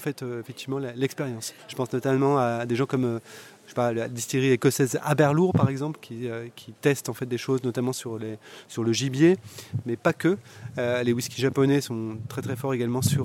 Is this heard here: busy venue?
yes